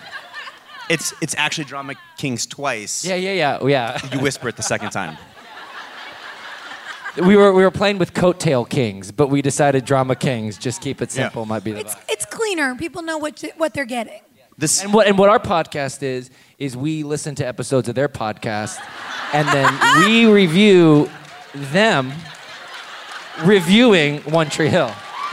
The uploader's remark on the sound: LIVE IN NYC